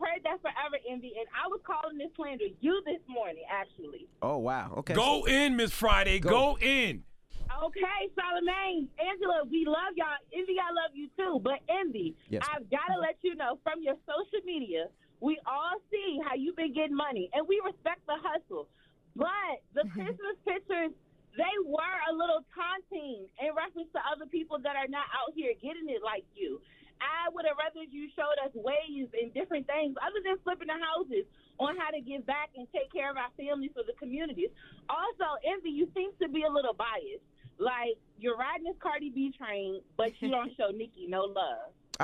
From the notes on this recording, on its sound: we opened up the phone lines to give listeners a chance